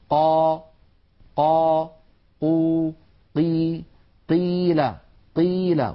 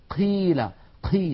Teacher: لا نجعل هواء يتدفق مع صوت القاف · Shown in: first take · Term: القاف الفصيحة